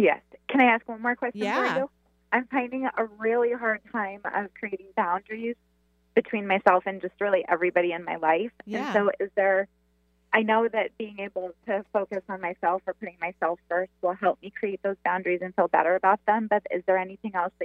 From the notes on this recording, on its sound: On today's call in show.